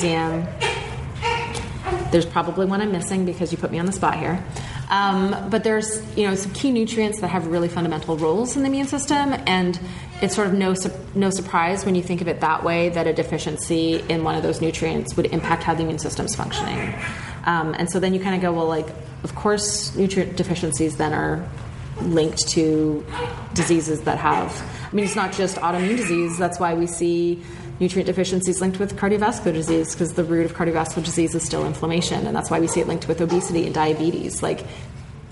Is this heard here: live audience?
yes